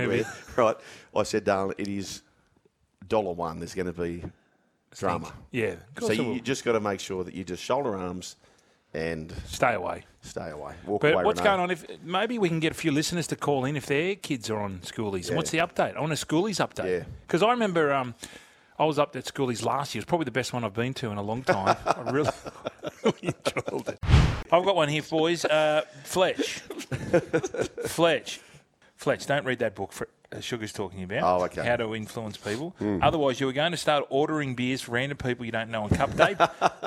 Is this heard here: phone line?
no